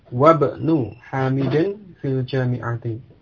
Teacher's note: jadi di tengah-tengah kalimat didahului oleh kata yang lain, yakni wawu, maka hamzah tidak diucapkan.